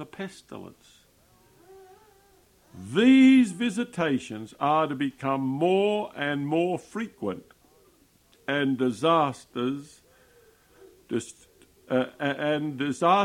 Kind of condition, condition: setting, large echoing room